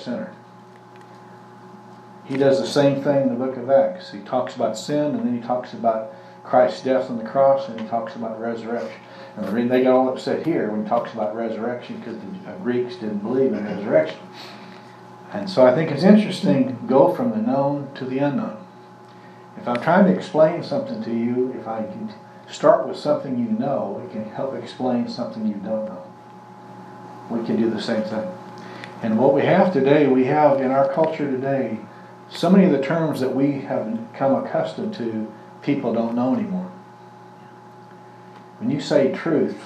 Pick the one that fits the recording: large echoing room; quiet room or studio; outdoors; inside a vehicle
large echoing room